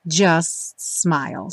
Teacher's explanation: Também junta os dois S's porque o T do just acaba não aparecendo